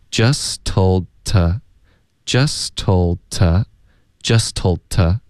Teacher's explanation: Like he?对。后面我们就有 was just told,was just 的特省略， told 的也省略， just told to 我们弱读为 t